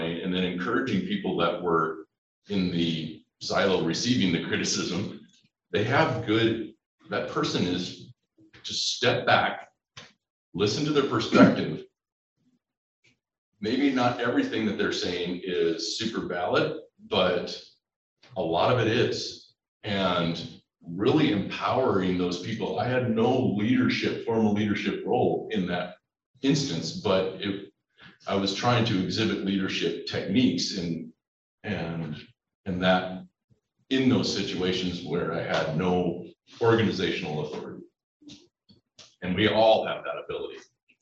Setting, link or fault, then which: link, video call